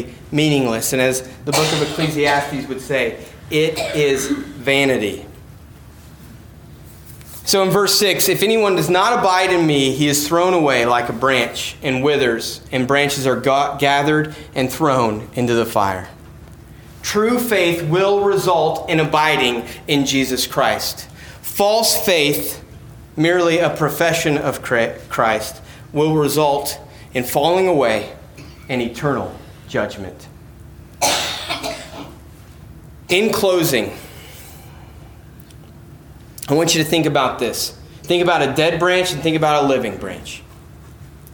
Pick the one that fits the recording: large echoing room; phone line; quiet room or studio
large echoing room